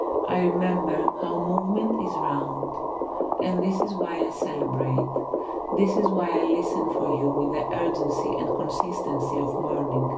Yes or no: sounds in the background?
yes